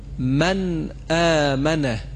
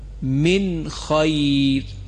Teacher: اگر قبل از این 6 حرف نون ساکن قرار بگیره باید ما نون ساکن رو اظهار بکنیم، یعنی کاملا حرف نون باید صداش ظاهر بشه